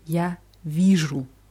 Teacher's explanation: D wird zu je.